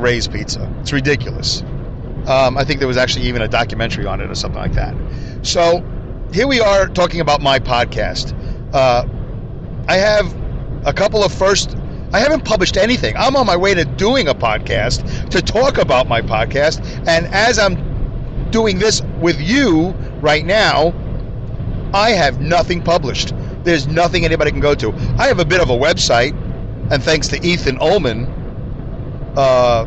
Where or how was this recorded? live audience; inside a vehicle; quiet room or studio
inside a vehicle